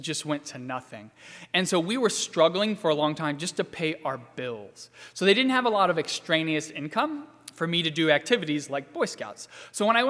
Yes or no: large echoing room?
yes